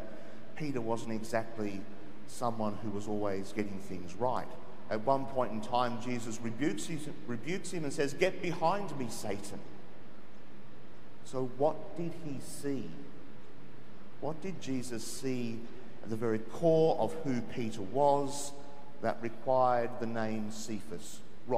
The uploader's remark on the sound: The homily from Sacred Heart Cathedral, Hamilton